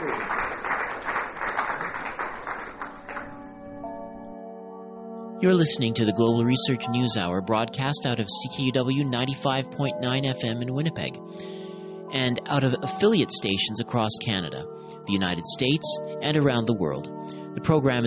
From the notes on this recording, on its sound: At the North Centennial Community Centre in Winnipeg, Manitoba, Canada at the invitation of a local collective known as Power House Producers in association with the Women’s and Gender Studies Students Association, and the University of Winnipeg’s Womyn’s Centre. For an audience of about a hundred people.